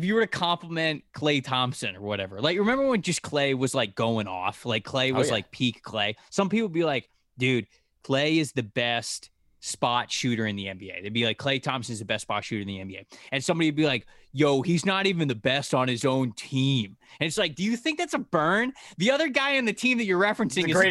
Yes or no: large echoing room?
no